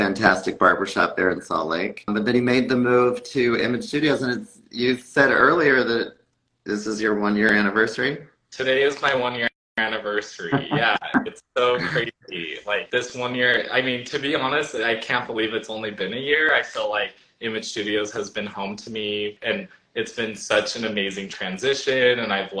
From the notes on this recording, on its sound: Originally recorded live on Instagram